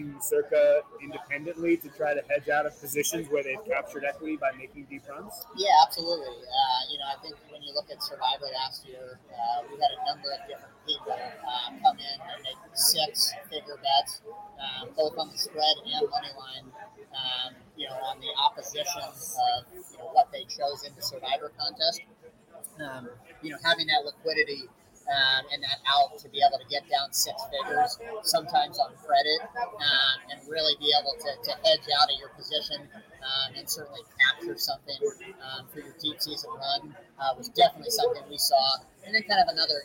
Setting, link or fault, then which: fault, poor sound quality